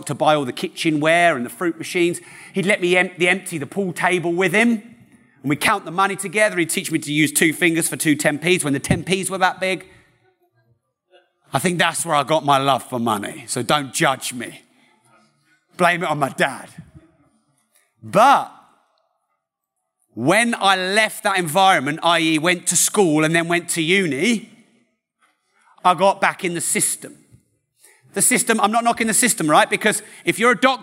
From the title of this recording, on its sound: Live From London